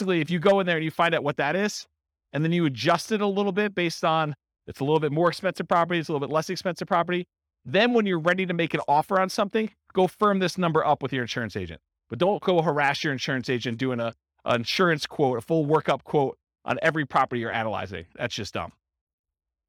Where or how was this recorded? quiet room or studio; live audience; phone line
live audience